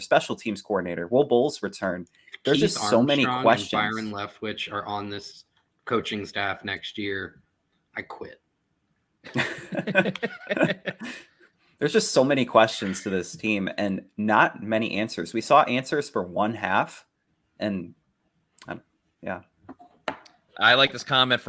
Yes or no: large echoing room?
no